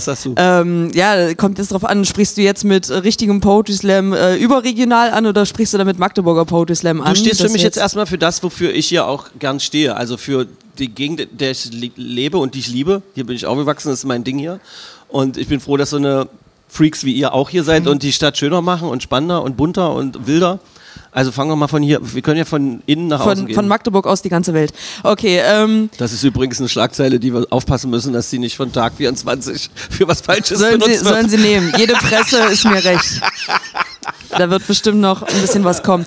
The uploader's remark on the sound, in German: Im MAGDEpodcast Spezial - live vom Advent im Ravelin.